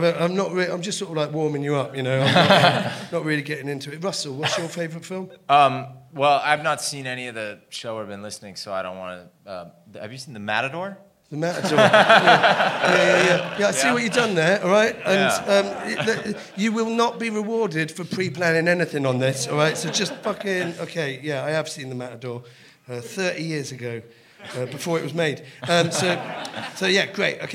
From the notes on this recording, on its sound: Halloween Special recorded Live at The Pleasance Islington.